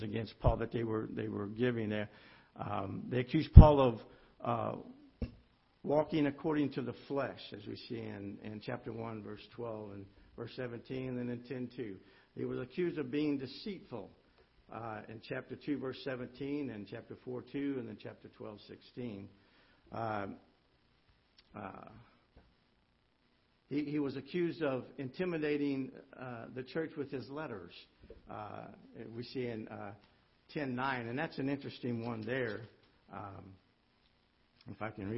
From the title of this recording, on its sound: Ketha Heights Baptist Church ~ Live Broadcast